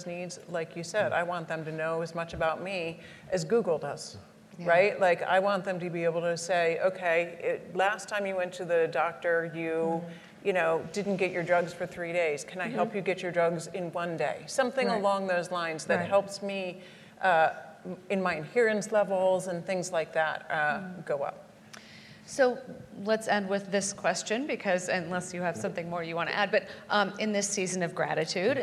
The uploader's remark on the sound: During this live recording at AHIP’s Consumer Experience and Digital Health Forum in Chicago.